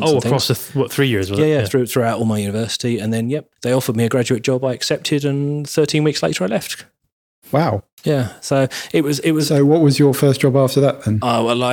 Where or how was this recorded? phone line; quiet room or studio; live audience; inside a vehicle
quiet room or studio